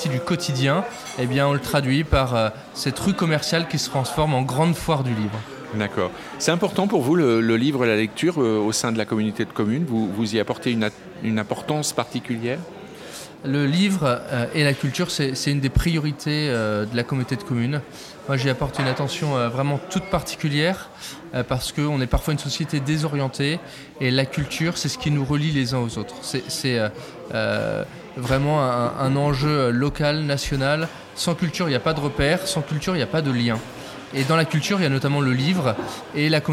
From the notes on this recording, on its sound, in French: Nous sommes le 18 septembre 2022 et assis à une table du bar le Clémenceau de Jard sur mer. Qui participent à Escale Littéraire, le festival proposé par la communauté de commune Vendée Grand littoral.